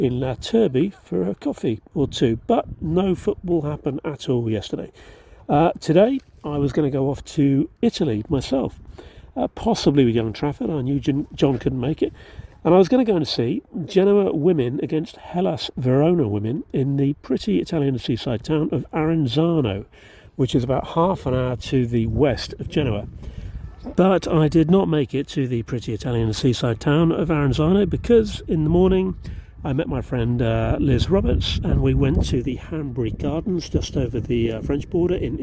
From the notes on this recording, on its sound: was recorded at the Stade Fort Carré on 18 February 2024.